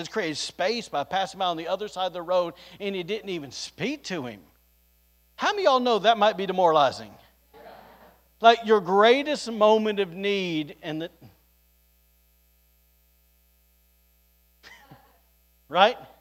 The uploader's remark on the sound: recorded on Sunday, May 22nd, 2022, during service at The Anchor Church in Rockport, Maine